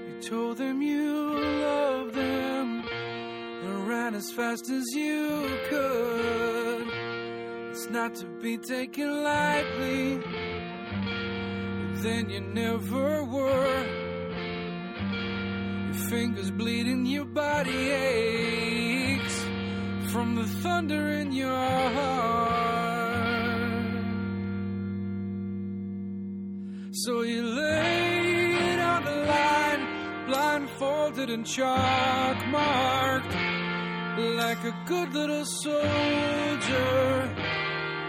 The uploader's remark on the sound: joins me by phone